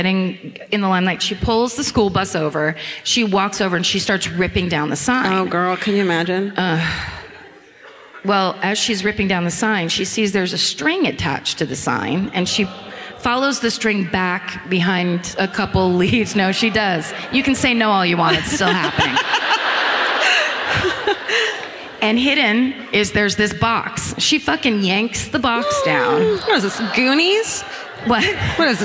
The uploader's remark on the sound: Live at the Palace Theatre in Columbus